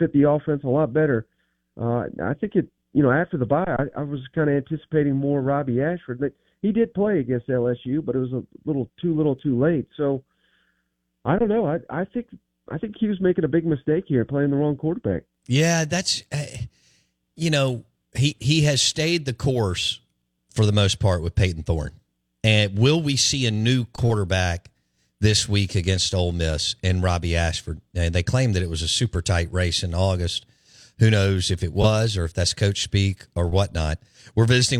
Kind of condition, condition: link, phone line